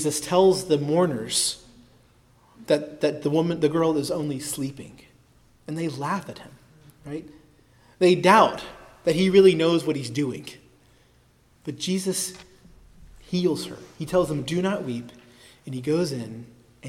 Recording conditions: large echoing room